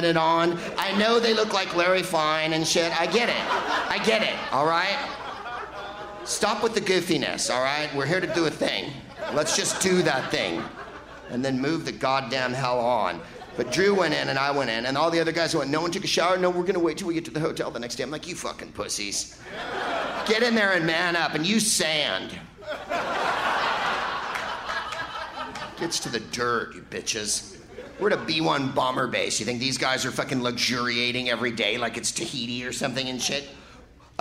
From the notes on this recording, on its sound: Live from the Varsity Theater in Minneapolis